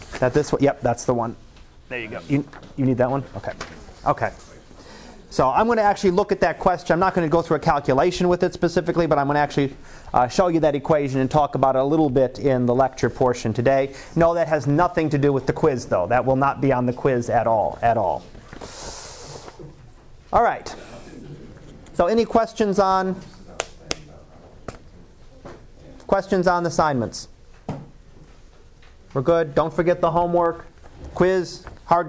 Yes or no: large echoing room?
yes